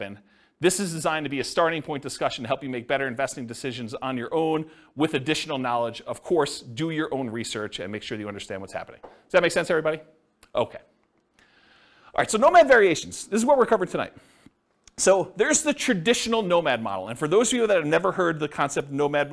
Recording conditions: live audience